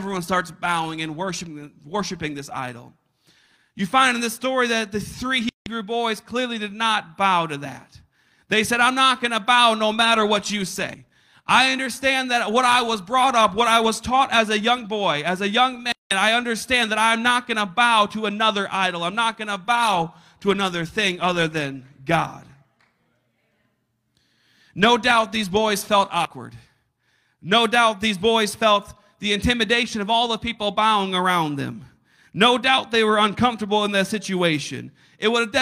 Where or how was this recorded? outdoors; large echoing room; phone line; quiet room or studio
large echoing room